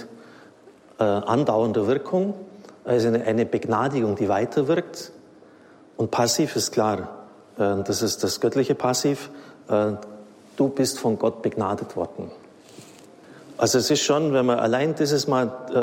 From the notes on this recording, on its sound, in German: Vortrag aus dem Oktober 2021, gehalten beim Marianischen Kongress in Aschaffenburg